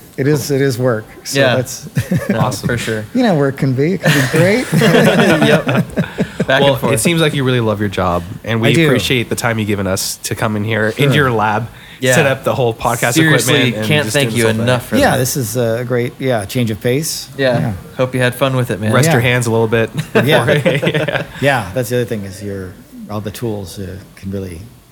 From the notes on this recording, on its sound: go on location to Natural History Museum Los Angeles and record live inside the Dino Lab for all visitors passing by to see